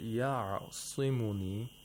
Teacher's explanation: the sod is pronounced with tafkhim at the lowest level due to the kasra